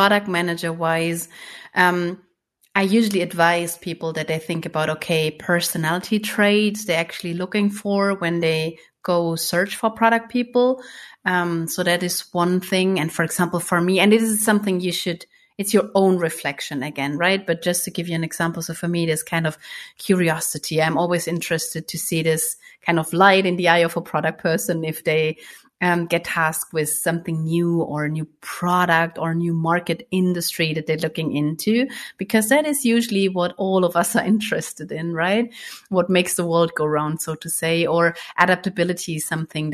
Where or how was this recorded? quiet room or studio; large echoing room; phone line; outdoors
quiet room or studio